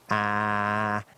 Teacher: this harsh ah sound that we make for the throat, the beginning of the vowel I